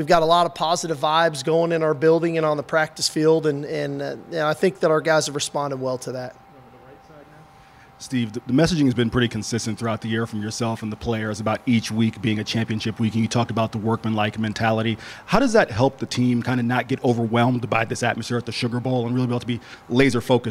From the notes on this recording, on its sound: Sugar Bowl Press Conference. Takes to the podium.